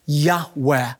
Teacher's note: oftentimes pronounced reverently, a very breathy Yahweh